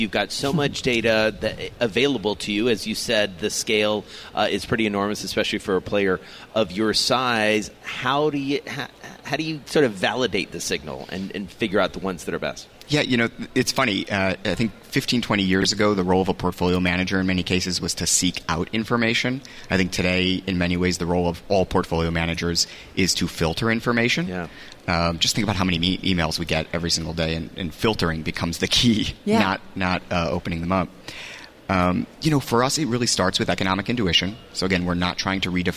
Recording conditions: busy venue